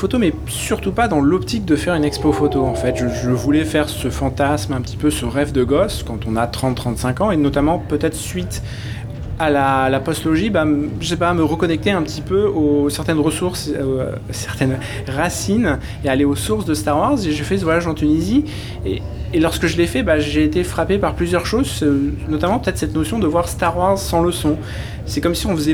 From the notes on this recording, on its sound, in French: un épisode Hors-Série en direct du Star's Up Festival